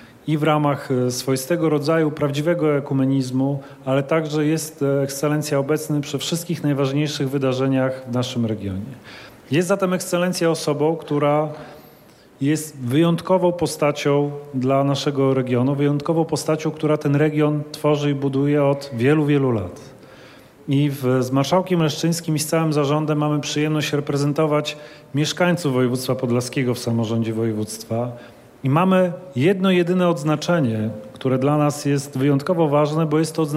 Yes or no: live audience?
yes